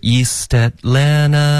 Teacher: 然后 at 的 t 也省略 EastAtlanta，然后后面呢 Atlanta t 的音就省了